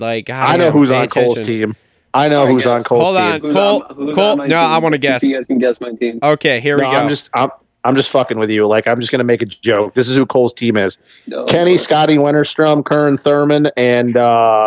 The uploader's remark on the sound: get on the phone